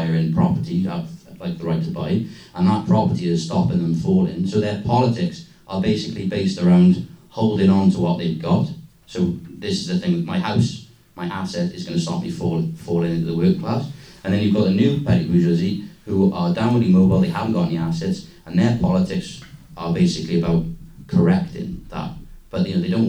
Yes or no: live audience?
yes